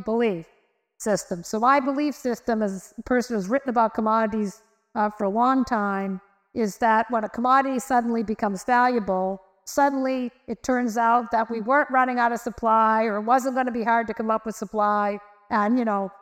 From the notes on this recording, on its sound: Live from NYU. As part of Climate Week in New York, The Energy Gang recorded a special edition in partnership with New York University: an expert panel.